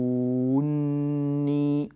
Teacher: ألف مدية وواو مدية جاء بعدهما مشدد، فهذه 6 حركات · Term: لازم كلمي مثقل